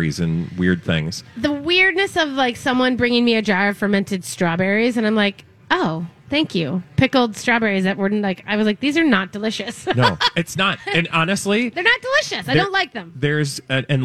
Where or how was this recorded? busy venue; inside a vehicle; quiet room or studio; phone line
busy venue